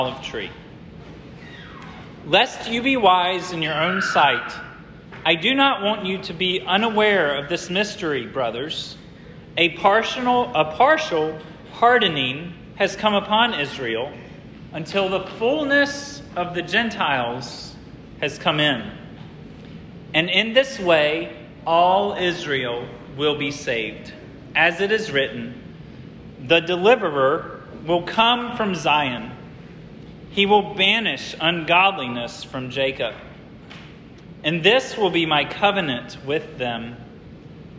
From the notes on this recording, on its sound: This sermon was preached at Hope Fellowship